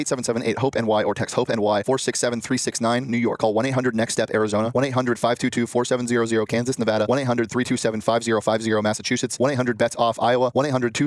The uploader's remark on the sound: LIVE from the Ice Den Scottsdale